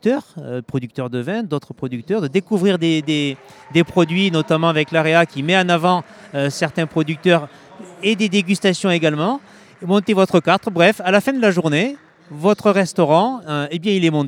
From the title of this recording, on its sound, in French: En direct du Smahrt 2024